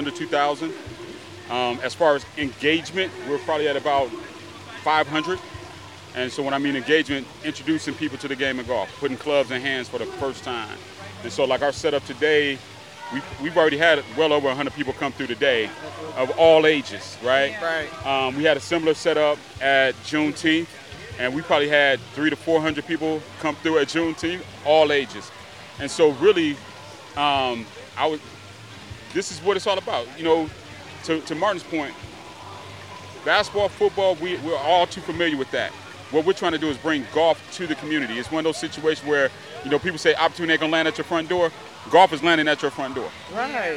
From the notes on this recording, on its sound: Black Arts Fest MKE 2022. Exposed The Podcast traveled the Summerfest Grounds collecting live audio footage from several vital participants.